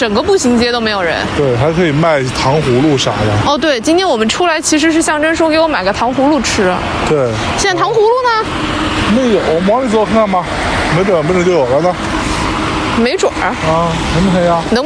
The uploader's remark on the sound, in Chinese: 这是一期在大年二十九晚上录制的节目。在基本没人的路上走了一大圈，并用手机录制了这期节目。